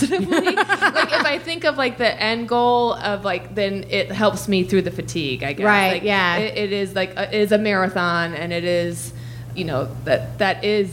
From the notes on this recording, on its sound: One Bad Mother is live from the Bootleg Theater in Los Angeles this week.